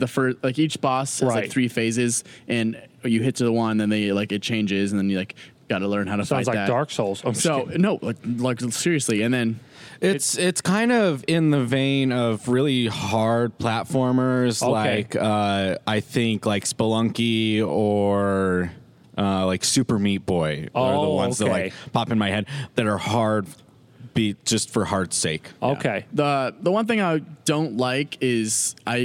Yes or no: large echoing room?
no